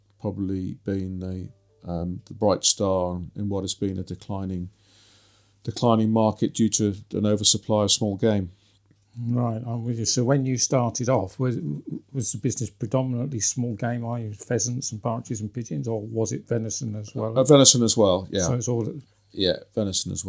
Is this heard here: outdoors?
no